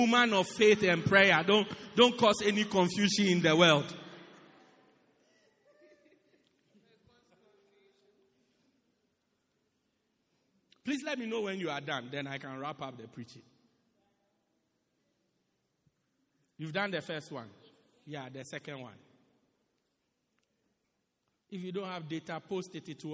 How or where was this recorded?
large echoing room